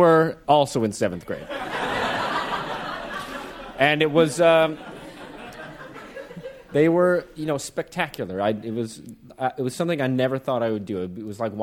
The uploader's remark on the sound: This episode taped live at WNYC's Jerome L. Green Performance Space.